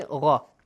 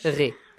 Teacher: when they have kasra, no elevating sound. Lowering sound · Shown in: second take